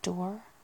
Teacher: I guess there's like the more American US R, like door. It's much more rounded.